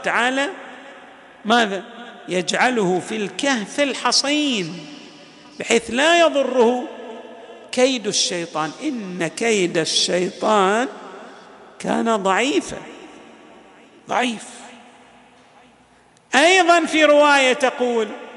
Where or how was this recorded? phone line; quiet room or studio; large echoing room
large echoing room